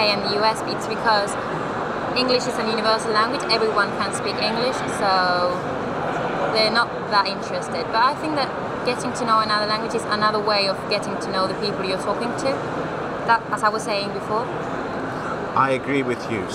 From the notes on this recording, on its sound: We caught up with her at the technology trade show in Spain, where she was working as a hostess and brand representative on the show floor.